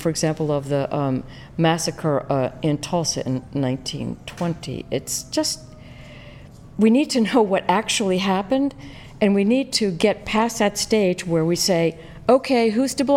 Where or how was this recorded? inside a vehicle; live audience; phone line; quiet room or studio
live audience